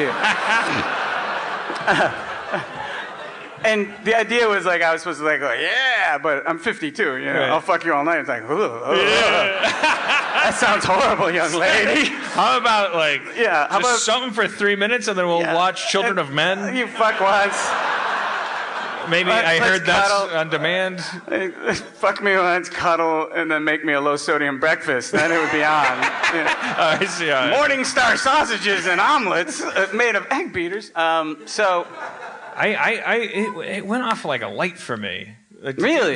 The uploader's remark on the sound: LIVE in Toronto